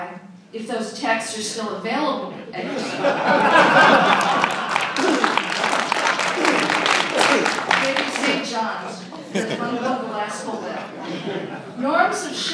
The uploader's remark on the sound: Audio from a speech delivered at the Federalist Society's 2014 National Lawyers Convention